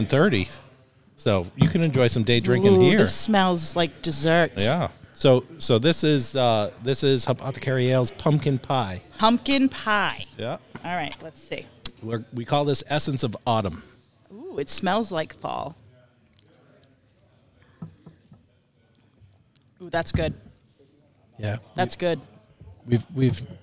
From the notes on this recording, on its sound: LIVE From Hopothecary Ales